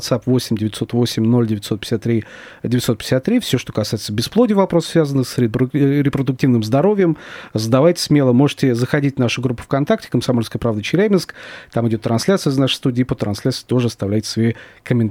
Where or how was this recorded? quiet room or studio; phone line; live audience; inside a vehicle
quiet room or studio